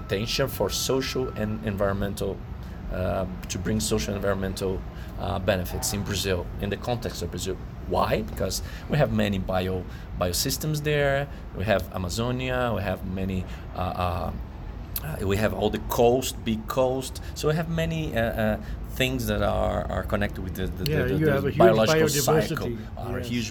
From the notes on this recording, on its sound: This podcast was recorded during the Circular Economy Forum of the Americas (#CEFA2019) in Medellin, Colombia.